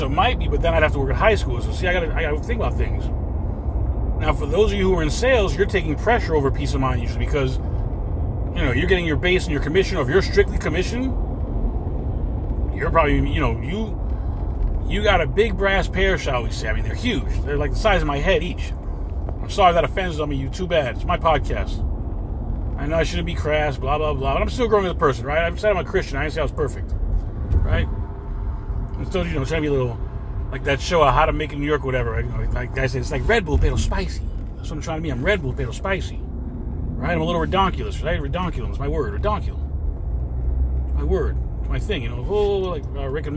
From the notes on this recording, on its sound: In this CarCast